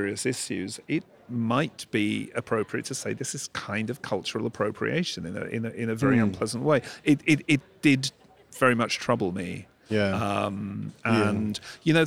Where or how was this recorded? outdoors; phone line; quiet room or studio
outdoors